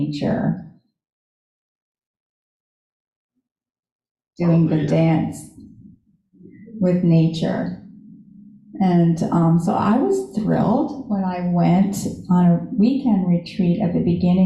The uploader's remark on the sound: Live In Our Sanctuary